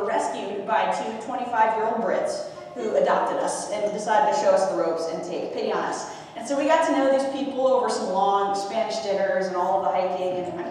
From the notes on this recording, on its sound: Our apologies for the poor audio quality for the first half of the message. It improves tremendously midway through.